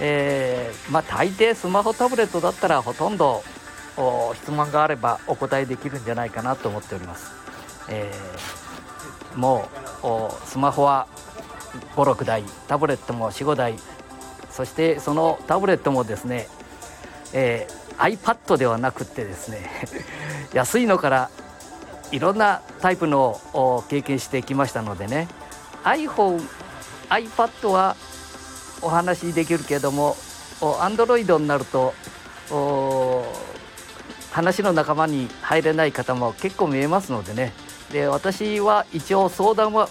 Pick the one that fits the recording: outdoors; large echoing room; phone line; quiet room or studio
outdoors